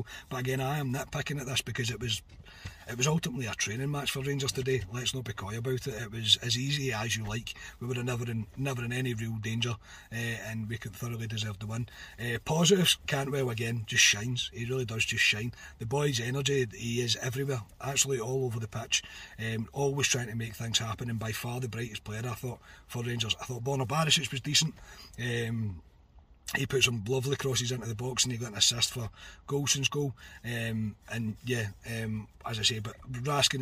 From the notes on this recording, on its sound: Reaction from the car.